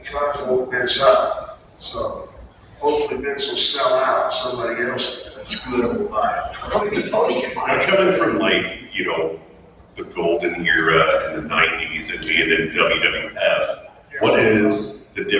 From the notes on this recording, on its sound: OHIO FAN FEST 2022 PANEL.